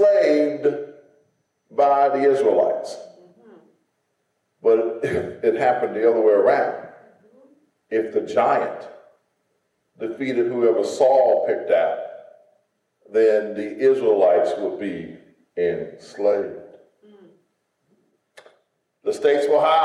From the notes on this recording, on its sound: In a sermon recorded live on Sunday, January 2nd at Greater Saint Peter.